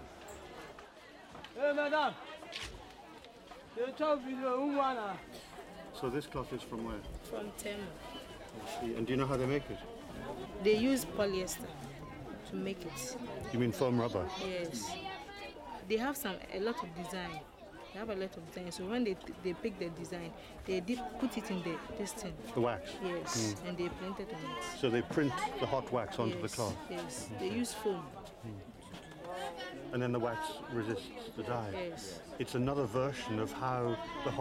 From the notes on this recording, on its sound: goes to the market in Kumasi